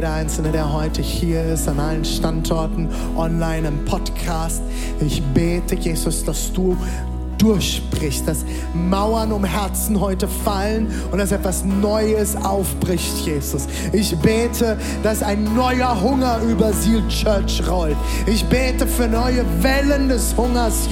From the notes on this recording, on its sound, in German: Audiomitschnitt der Predigt